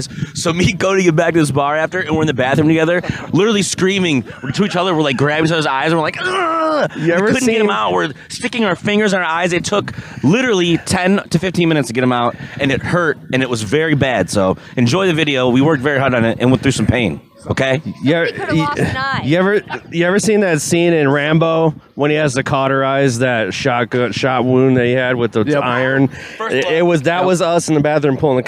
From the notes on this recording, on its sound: Before their headlining show at The Music Factory in Battle Creek, Michigan. Episode was filmed on location at The Music Factory in Battle Creek, Michigan.